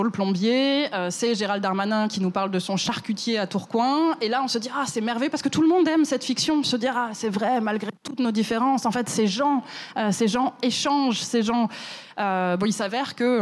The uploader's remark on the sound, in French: cet épisode a été enregistré à la Gaîté Lyrique